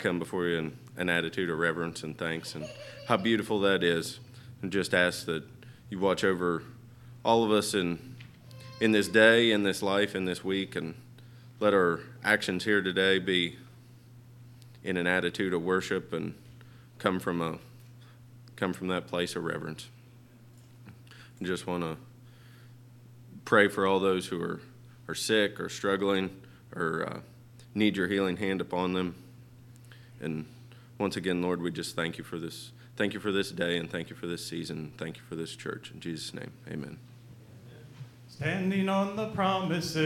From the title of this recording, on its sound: LIVE Services at Sunshine